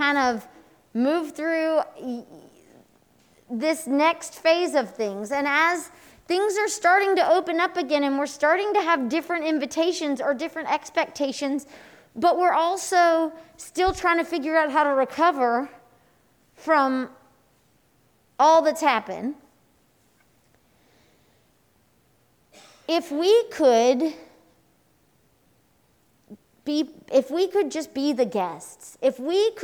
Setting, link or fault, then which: setting, live audience